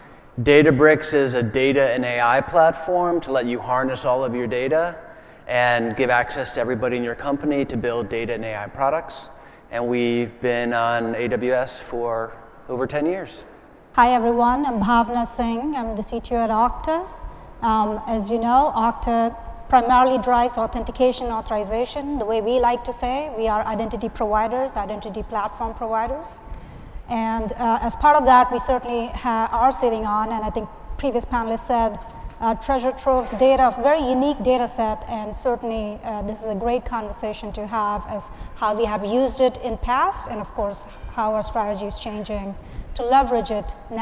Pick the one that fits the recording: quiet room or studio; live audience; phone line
live audience